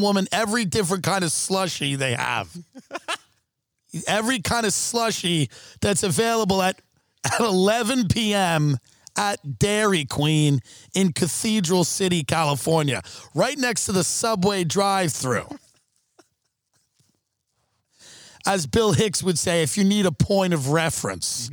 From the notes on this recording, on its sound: After a series of unfortunate events in the desert. Are forced to record outside in the dark.